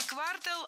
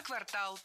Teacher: И часть улицы, и часть года. Всегда в слове «квартал» ударяем второй слог. · Shown in: second take